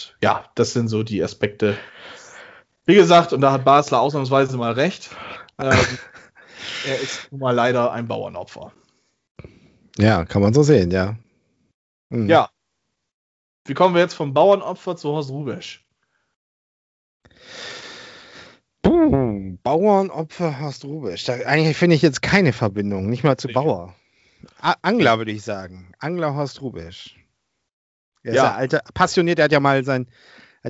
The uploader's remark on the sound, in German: Aufgezeichnet am 12.05.2021 via Skype.